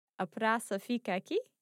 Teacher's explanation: Slight change in intonation and it's now a question.